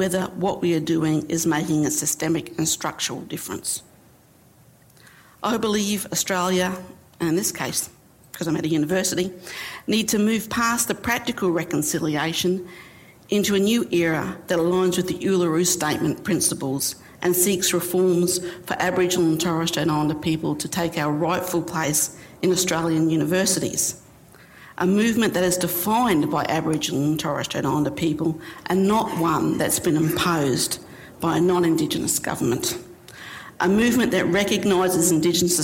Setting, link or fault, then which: setting, large echoing room